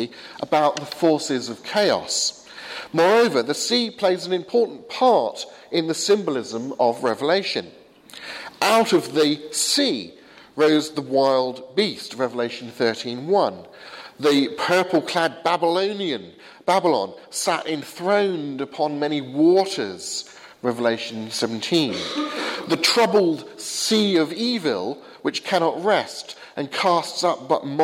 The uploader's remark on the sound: Sermon from the 8 am service at Highfield Church, Southampton, April 24th, 2016.